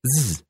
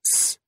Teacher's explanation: Check with your hand. Your throat and chest resonate with z, but they're silent when you say s. · Term: resonance